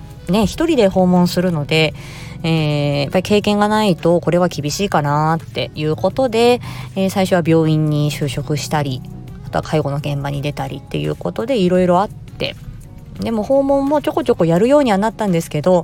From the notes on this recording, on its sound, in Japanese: 木曜日の仕事終わりに車内で、ひっそり録音しました。